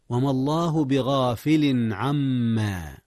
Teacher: وهنا إظهار مرة أخرى يا أستاذنا. أظهر التنوين قبل العين، والعين من أحرف الإظهار.